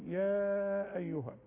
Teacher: يا أيها بمد هنا 2 ألف ده اسمه مد منفصل